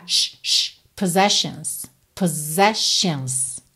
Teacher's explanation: E percebe que na segunda vez, o som desses dois S é de S-H.